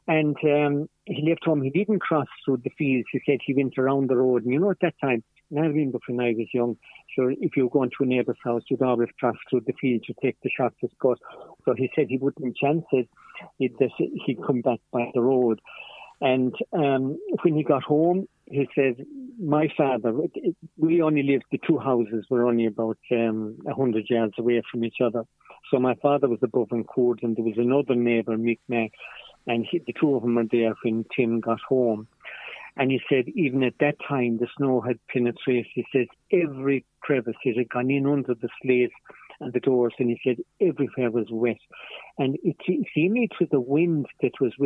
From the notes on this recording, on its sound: joined on the phone by Ogonnelloe correspondent